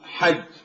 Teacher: إذا وقفنا على الجيم لا يجري معه النفس · Term: الحروف الانفجارية